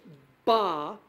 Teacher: a sound that's made out at the front of the mouth with your lips